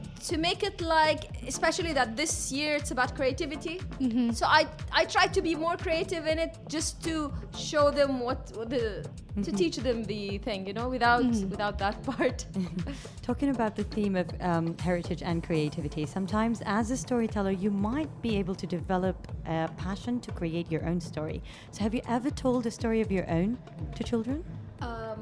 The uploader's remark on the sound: Live from SHD 2023